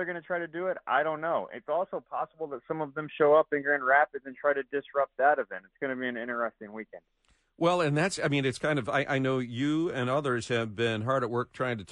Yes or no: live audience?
no